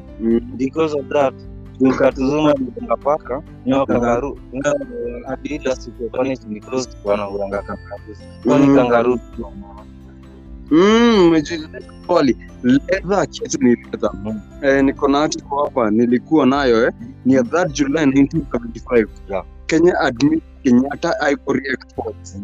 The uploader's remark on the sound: Sorry About The sound. We outside.